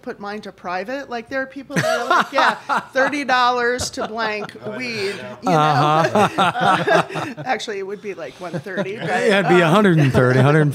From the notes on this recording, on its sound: At a live show from her newest creation, The Rhone Room.